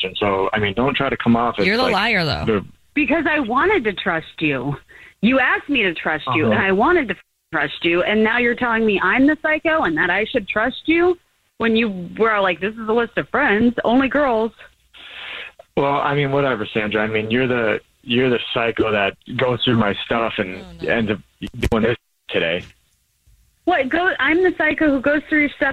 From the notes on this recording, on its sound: is on the phone